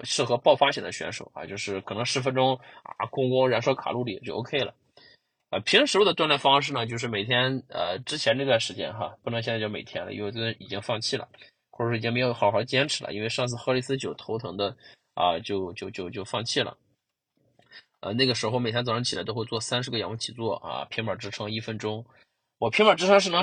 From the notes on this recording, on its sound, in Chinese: 车还没有熄火啊，对，我在车里等。所以说这次音质应该会比我之前的音质稍微的拆一丢丢啊